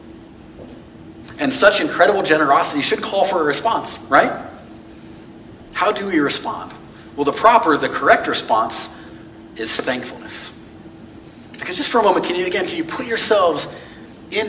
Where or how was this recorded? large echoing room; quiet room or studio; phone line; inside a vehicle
large echoing room